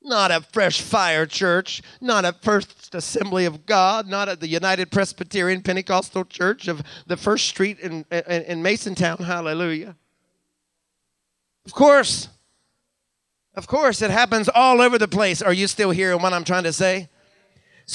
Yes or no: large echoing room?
yes